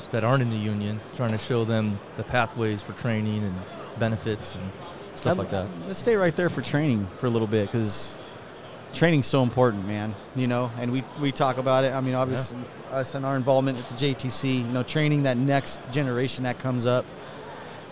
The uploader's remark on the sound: This Episode was recorded live at the 2022 International Lineman's Rodeo Expo.